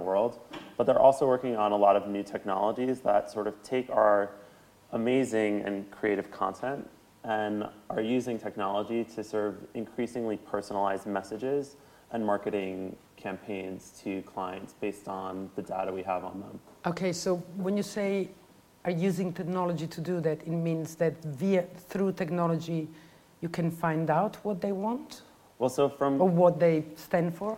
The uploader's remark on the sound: The Università della Svizzera italiana and Université Paris 1 Panthéon-Sorbonne invited SHOWstudio Editor. The conversation takes place in front of an audience of students and members of the general public. ELab – eLearning Lab of USI – Università della Svizzera italiana.